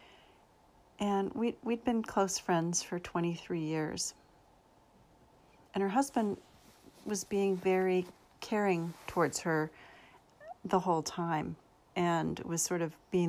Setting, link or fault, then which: fault, sounds in the background